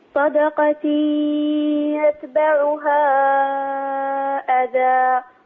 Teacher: أنطقي في الوقت ذاته ياء من الفم وغنة من الأنف